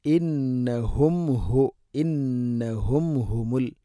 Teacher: ഹ തൊണ്ടയുടെ താഴെ ഭാഗമാണ്